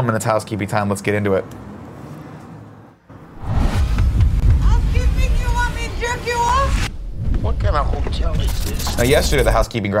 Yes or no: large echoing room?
no